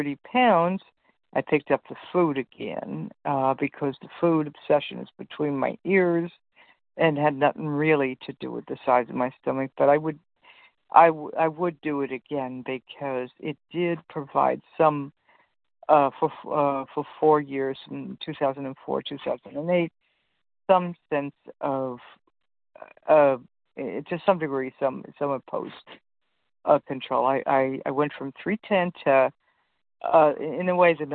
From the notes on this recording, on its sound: 100 Pounders Phone Meeting